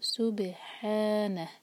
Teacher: آگے ہے سبحانہ با پر قلقلہ، اور جب ہم با پر آئیں گے تو ہمارے ہونٹ گول نہ ہوں، کیونکہ سین پر جو دومہ ہے اس کے لیے ہمارے ہونٹ گول ہوں گے، لیکن جب با پر آئیں تو ہمارا جو منہ ہے وہ نارمل پوزیشن میں آ جانا چاہیے